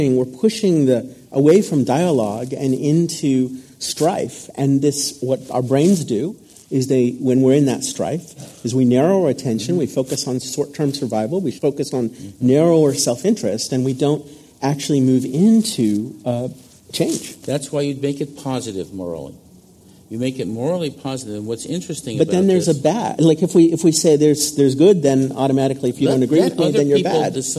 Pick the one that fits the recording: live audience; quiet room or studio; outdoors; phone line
live audience